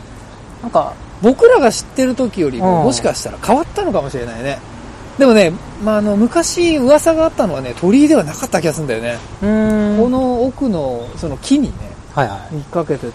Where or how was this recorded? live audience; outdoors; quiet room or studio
outdoors